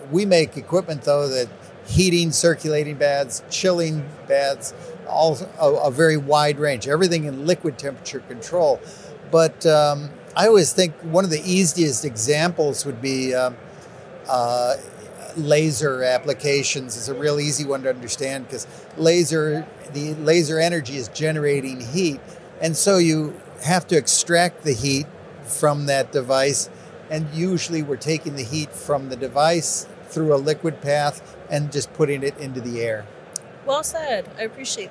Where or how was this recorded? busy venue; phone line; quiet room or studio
busy venue